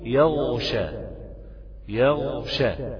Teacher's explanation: وبين الغين التي في يغشى خوف اشتباهها بخاء يخشى